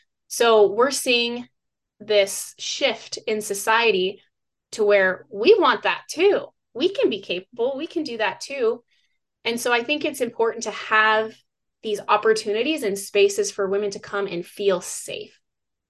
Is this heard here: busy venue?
no